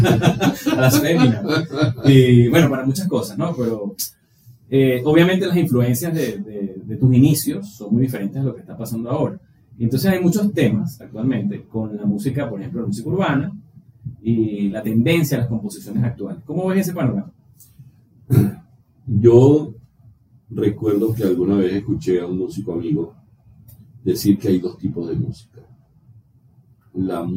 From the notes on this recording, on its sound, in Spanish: Pedimos disculpas por la falla técnica de audio. Por momentos olvidaras que hay un inconveniente con el sonido.